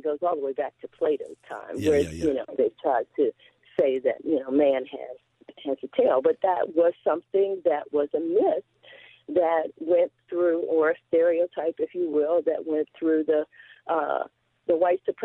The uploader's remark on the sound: We go to the phones and hear listeners opinions